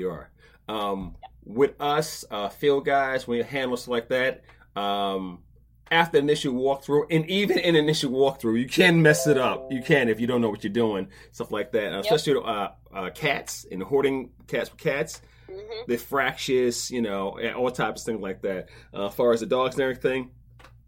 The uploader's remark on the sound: weathered technical issues and kept it vib'en thee intire episode